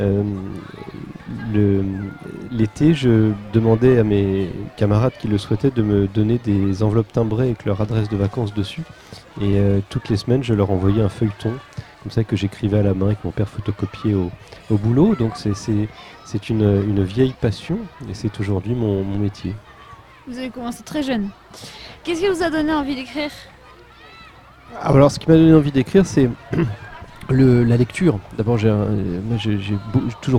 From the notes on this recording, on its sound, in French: Interview du vendredi 24 mai sur l'île d'Aix, à l'occasion du festival du livre de jeunesse "Aix-Libris"